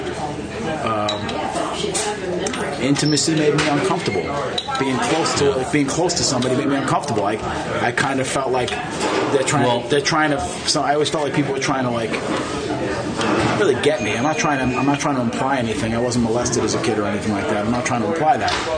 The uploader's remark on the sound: Live from Carlo's Pizzeria in Queens